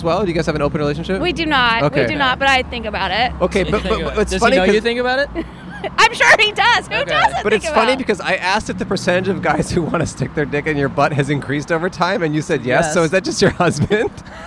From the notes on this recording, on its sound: Recorded on 5/22/21 in front of The Pleasure Chest on Santa Monica Blvd in West Hollywood.